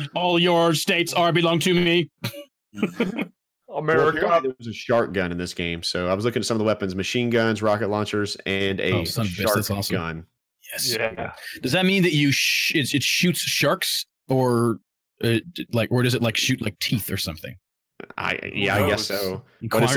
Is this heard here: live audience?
no